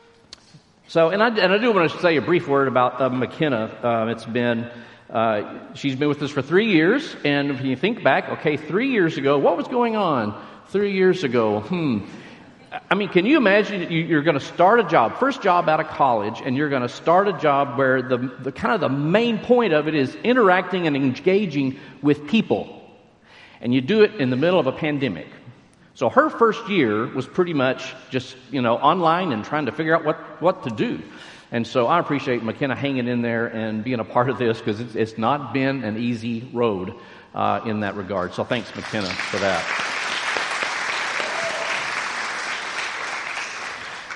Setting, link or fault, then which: setting, large echoing room